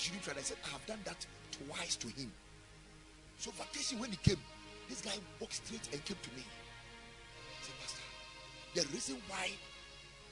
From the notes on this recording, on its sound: Preached at Ekklesia Chapel